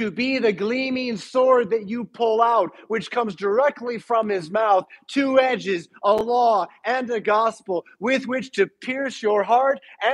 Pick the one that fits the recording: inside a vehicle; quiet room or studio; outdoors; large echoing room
large echoing room